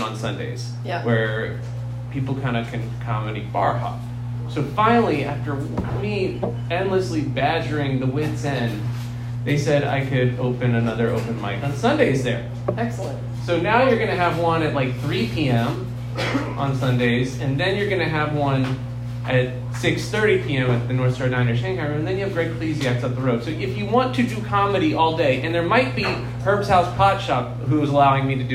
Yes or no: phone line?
no